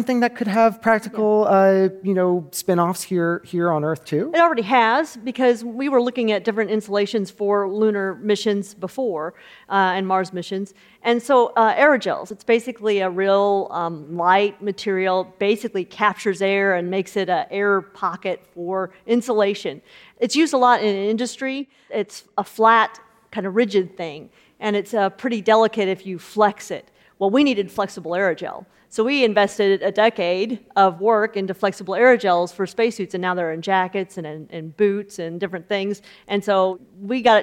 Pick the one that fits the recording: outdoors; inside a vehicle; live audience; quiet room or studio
live audience